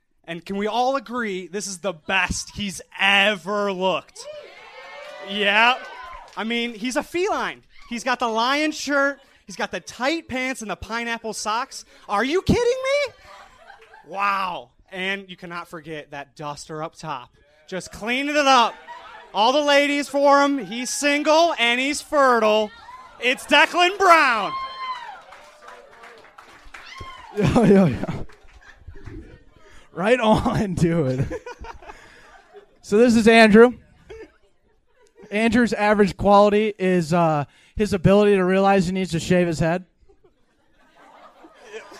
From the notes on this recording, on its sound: SZN 3 Finale Live Show. We capped off our year of podcasting with a LIVE show at Sisyphus Brewery in Minneapolis, MN.